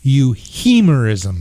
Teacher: So the syllable, the second syllable is the accent.